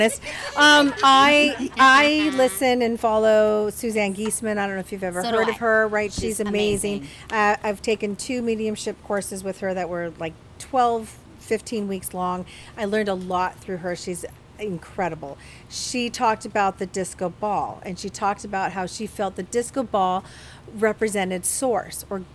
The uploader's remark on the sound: Podcast LIVE from Long Cellars Winery in Woodinville, WA! They are joined by their listeners who drove from all over to come join them this OPEN HOUSE Event of Fun and Spirits!